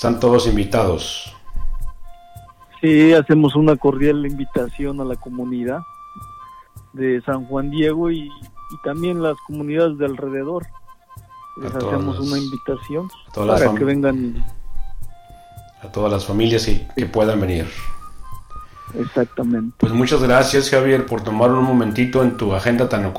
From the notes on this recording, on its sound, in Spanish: Esta es una entrevista por telefono